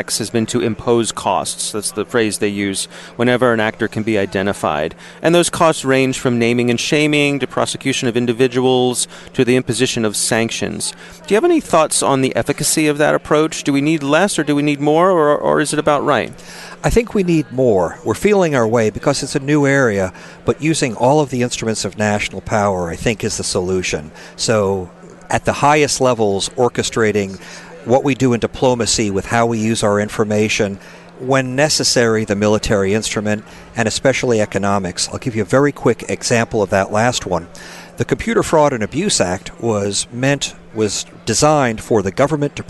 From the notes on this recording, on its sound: on location at the 2016 ASUA meeting in Washington DC.